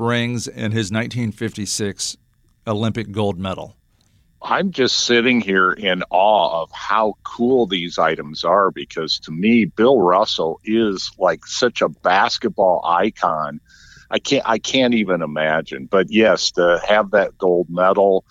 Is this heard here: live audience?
no